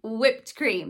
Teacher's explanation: I still pronounce it as w, as most Americans do, but in British English, or maybe in certain parts of America, some people still keep that WH sound.